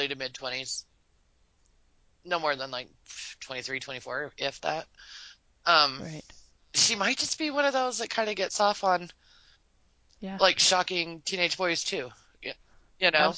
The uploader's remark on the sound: Even if our recent audio troubles followed us here.